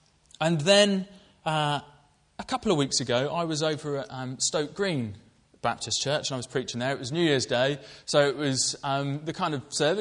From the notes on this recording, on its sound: Preached at Colchester Road Baptist Church, Ipswich